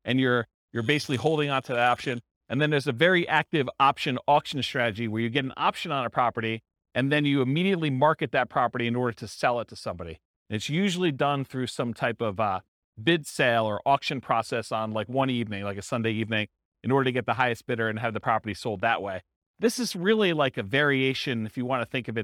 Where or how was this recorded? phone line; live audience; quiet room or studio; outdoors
live audience